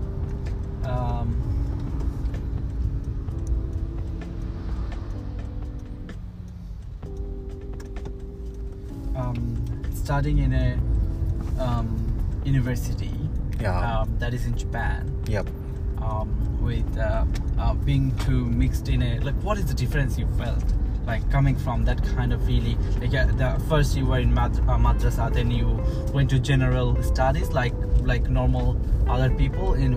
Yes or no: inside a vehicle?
yes